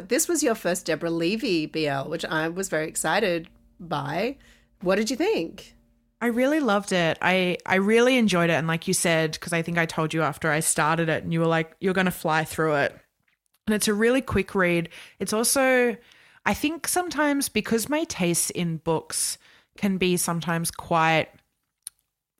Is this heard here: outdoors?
no